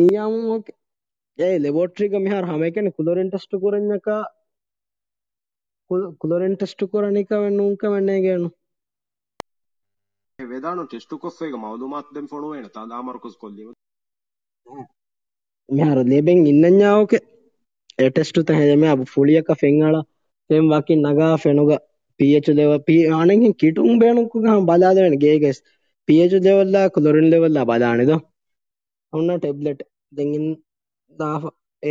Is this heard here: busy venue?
no